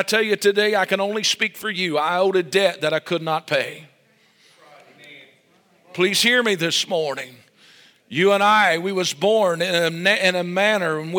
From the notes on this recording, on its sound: This message was recorded LIVE Sunday Morning April 9, 2023